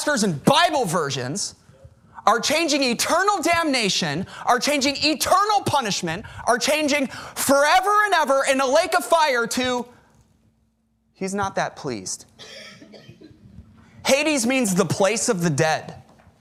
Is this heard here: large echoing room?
yes